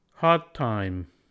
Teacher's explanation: We delete D when it meets T to leave a VC connection.